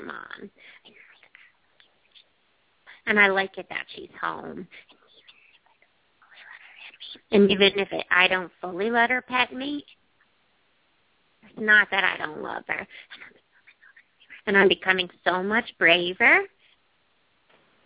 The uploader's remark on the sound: open up the lines for listeners to call